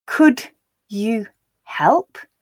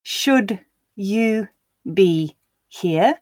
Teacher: we find this j sound where a d sound is followed by a y sound